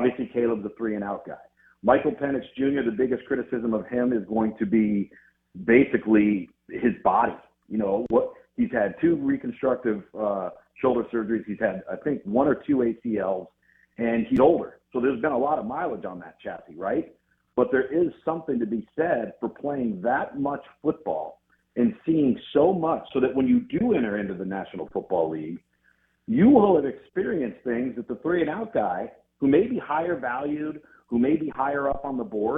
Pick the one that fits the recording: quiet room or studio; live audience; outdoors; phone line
phone line